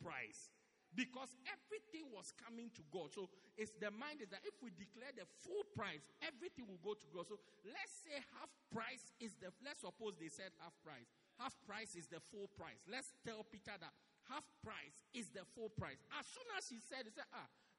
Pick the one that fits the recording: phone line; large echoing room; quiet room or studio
large echoing room